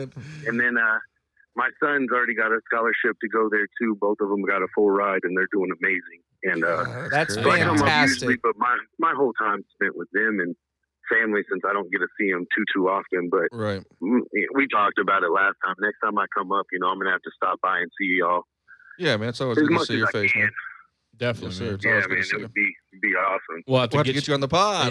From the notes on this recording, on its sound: A special call in interview. Everyone that called in for questions.